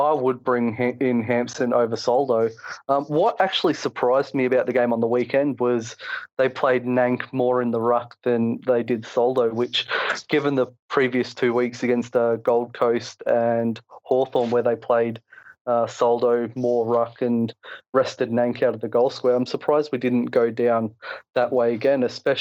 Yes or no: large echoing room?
no